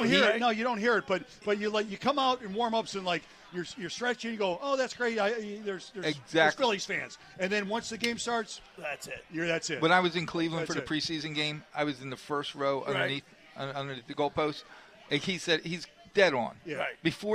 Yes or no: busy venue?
yes